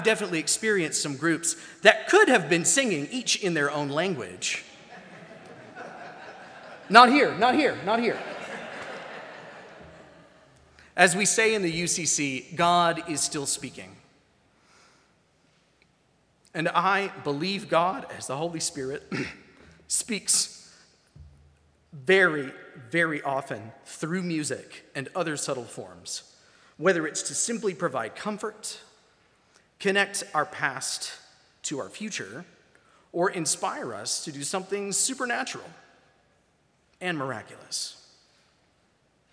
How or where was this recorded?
large echoing room